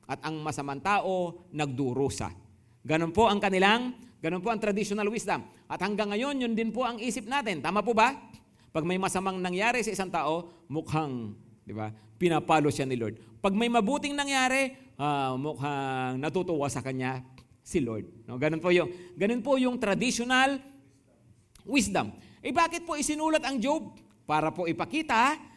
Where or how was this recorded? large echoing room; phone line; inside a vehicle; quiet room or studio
large echoing room